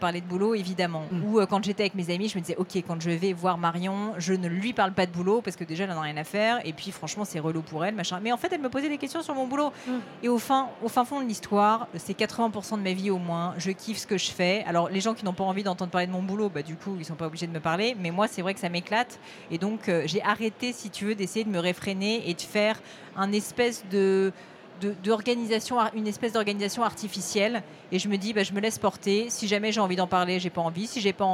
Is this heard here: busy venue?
yes